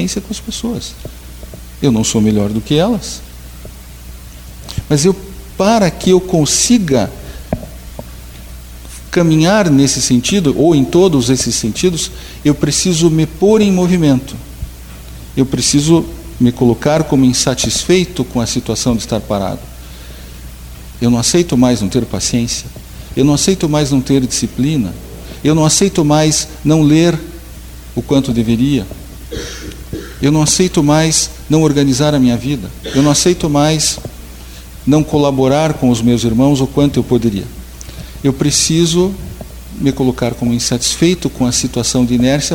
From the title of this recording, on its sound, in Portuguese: Palestra ao Público